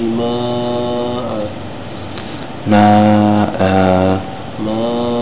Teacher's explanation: Instead of making tanween sound, ma'an, whenever you have to end an ayah, you take away the ending vowel, right? So instead of pronouncing tanween, it becomes an alif. · Term: Iwad